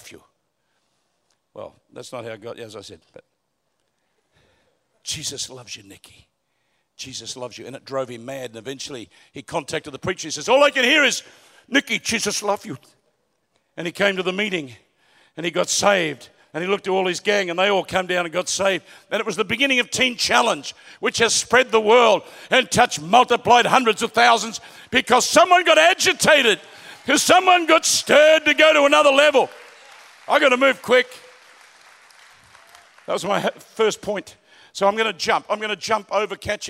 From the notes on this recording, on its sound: Recorded at Planetshakers Church (Melbourne)